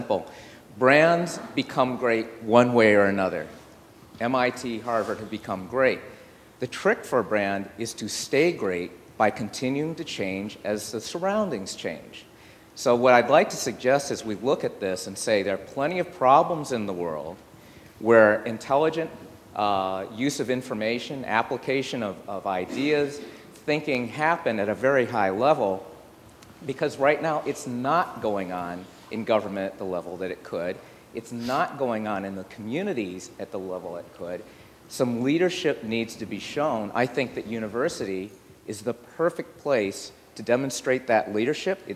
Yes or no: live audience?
yes